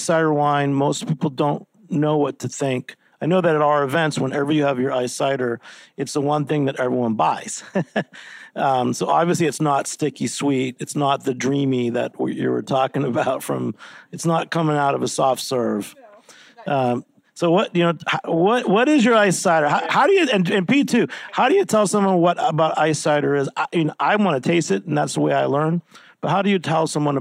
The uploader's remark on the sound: Live at the Stone’s Throw Cider Supper